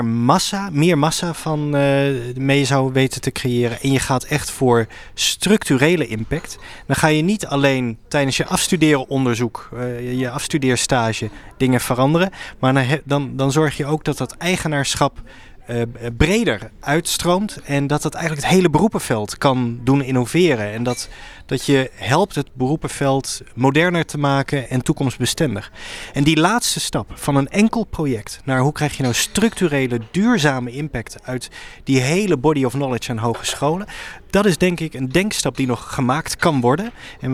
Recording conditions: busy venue